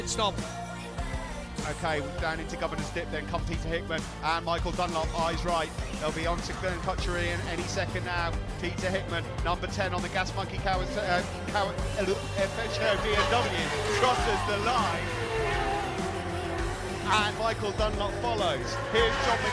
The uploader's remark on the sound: live on stage at the Monster Energy Fan Park